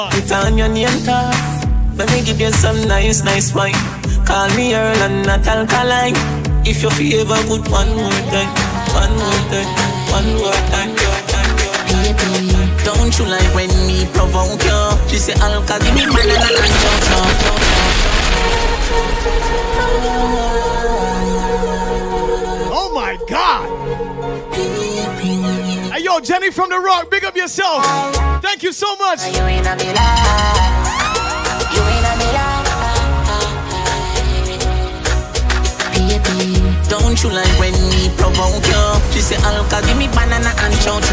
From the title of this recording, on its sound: Caribbean Block Party [Live Audio]